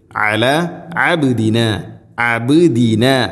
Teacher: ഐന് തൊണ്ടയുടെ മധ്യഭാഗമാണ് അതിൻ്റെ മഹ്റജ്, ഐന് കൃത്യമായി മഹ്റജിൽ നിന്ന് തന്നെ ഉച്ചരിക്കണം.